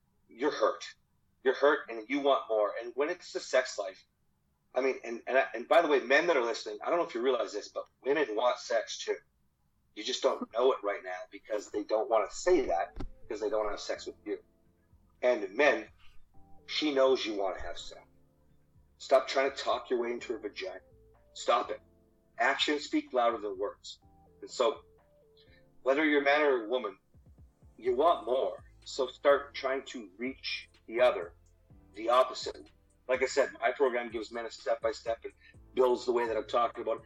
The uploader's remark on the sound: Just wanna preface by apologizing for any of the audio issues with this episode...